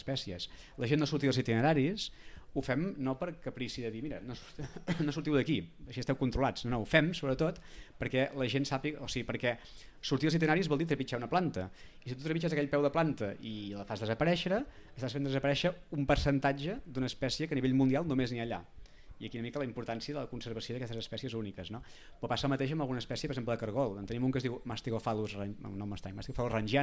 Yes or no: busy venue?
yes